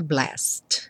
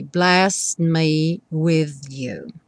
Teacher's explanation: então você já vai do S direto para o Mi